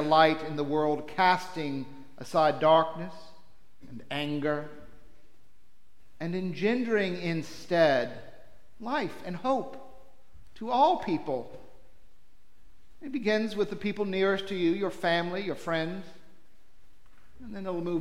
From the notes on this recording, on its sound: Preached for Trinity-by-the-Cove